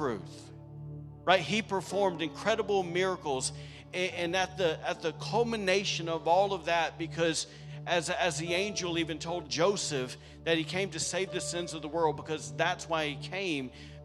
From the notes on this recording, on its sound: This night was recorded on Sunday, December 17th, 2023, during our special Christmas service at The Anchor Church in Rockport, Maine.